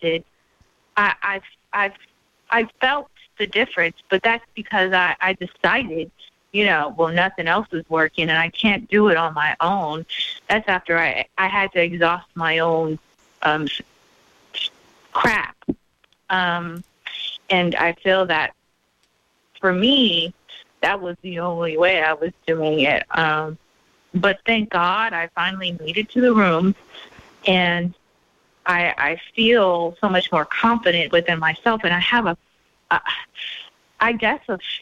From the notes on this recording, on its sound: we will open up the phone lines